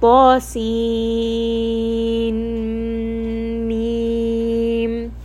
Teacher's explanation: And you can hear as I transition from seen to meme, I am giving idgham here. And because of this idgham, now this is a harfi mutaqqal med.